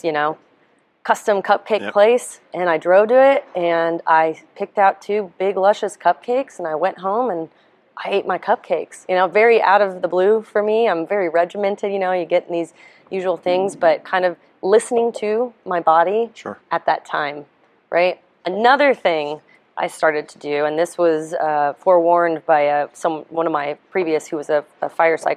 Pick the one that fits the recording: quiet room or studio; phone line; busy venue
busy venue